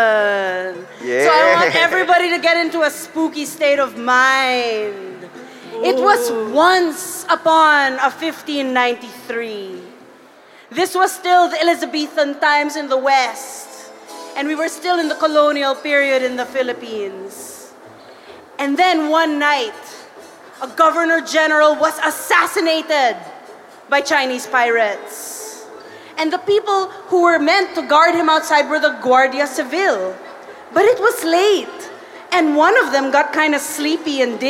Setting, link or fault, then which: setting, live audience